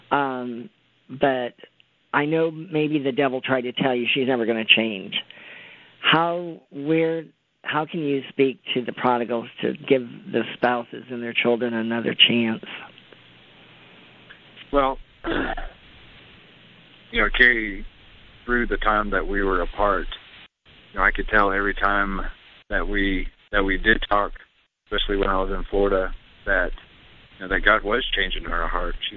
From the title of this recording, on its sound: CONFERENCE CALL